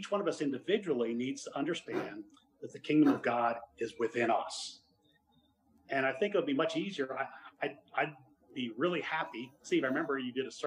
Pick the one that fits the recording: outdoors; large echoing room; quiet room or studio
large echoing room